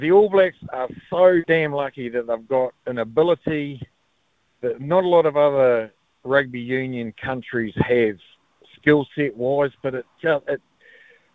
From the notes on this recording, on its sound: hit the text and phone lines to get the listeners thoughts